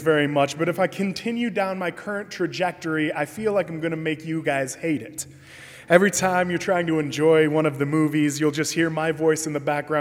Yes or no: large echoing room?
yes